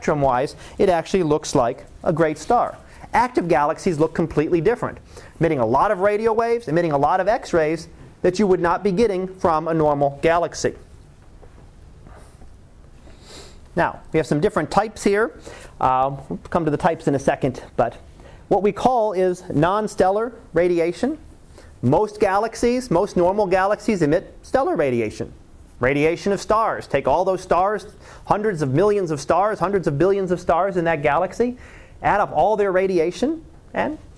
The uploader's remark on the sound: Live Class Lecture 2013 Nov 18